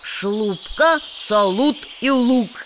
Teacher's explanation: Если мы произнесем согласные «л» твердо, у нас получится шлюпка, салют и лук. Буква «ю» здесь нужна для обозначения мягкости и обозначает только один звук.